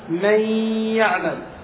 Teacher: فالنون ليست موجودة، دخلت في الياء، بقيت صفتها التي هي الغنة، لهذا يسمى هذا الإدغام إدغام ناقص.